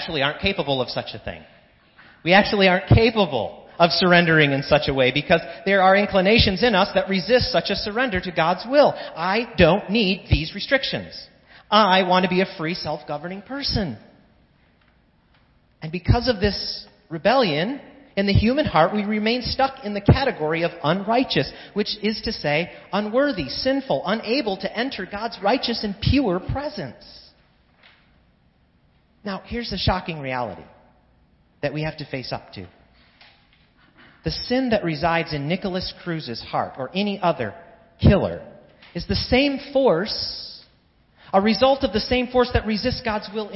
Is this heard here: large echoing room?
yes